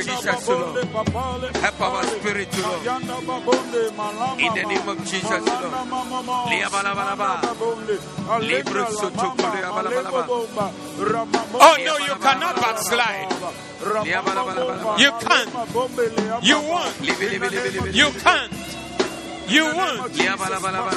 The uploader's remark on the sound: Preached at the Zeloo Service 14012024